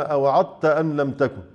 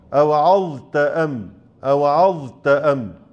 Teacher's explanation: إظهار الظاء عند التاء في كلمة وعظت · Shown in: second take · ما تقولش وعدت، سواء علينا أوعدت أم لم تكن، غلط، أوعظت أم أوعظت أم، أبين الظاء ثم آتي بالتاء.